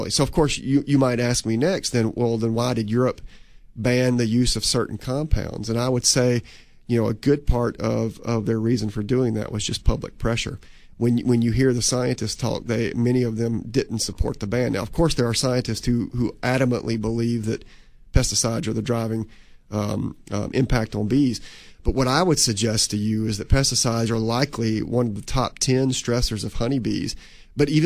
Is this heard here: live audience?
no